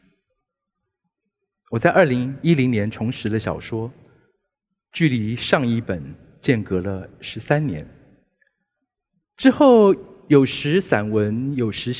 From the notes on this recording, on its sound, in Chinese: 本集節目取自【2023突破者知識跨年饗宴】現場錄音。